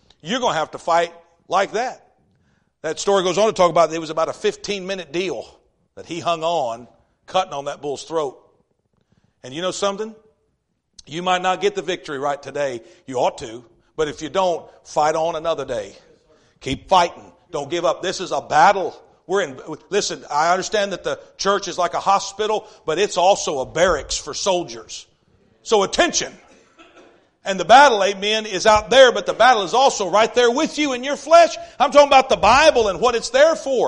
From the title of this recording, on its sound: East River Baptist Church Revival Service